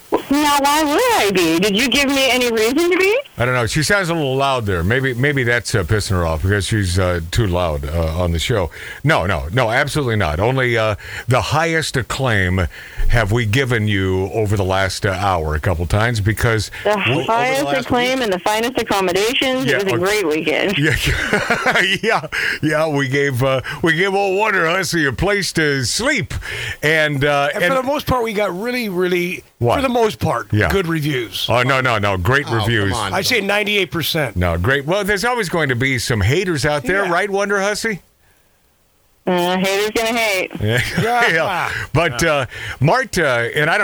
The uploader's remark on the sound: The Phone call from Death Valley